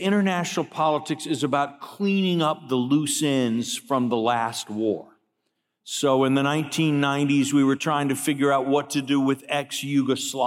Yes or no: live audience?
yes